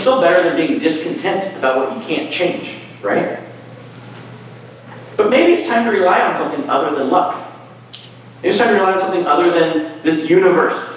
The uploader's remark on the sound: Sorry about the room audio this week… maybe it’ll feel like you’re actually there?